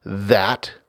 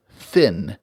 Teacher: So you have the vibration in that versus thin, which is just air. · Term: voiced TH